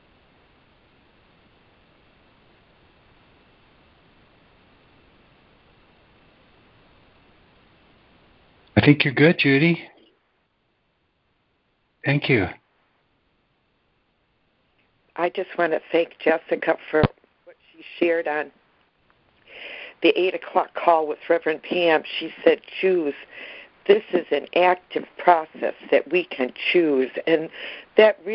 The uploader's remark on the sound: ACIM Daily Conference Call